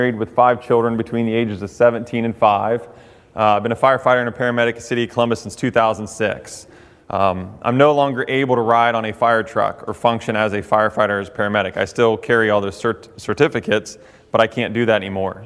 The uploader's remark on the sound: addresses an audience containing both professional firefighters and firefighter recruits on the campus of Central Ohio Technical College in Newark